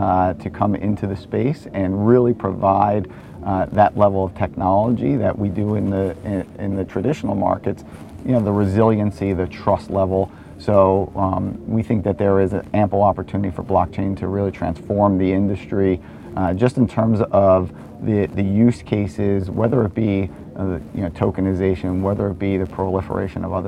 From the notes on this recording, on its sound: recorded at Paris Blockchain Week 2023